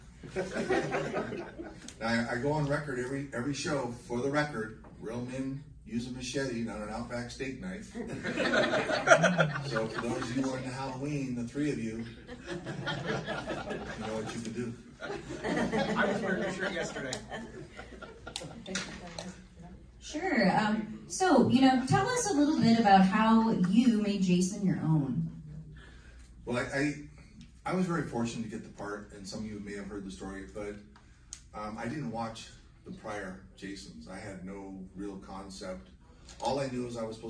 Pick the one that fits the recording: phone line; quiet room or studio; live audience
live audience